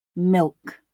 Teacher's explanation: You should notice that the back of the tongue is higher towards the soft palate, and that while the tip of the tongue does move towards the alveolar ridge, it might not necessarily fully make contact with it. · Term: dark L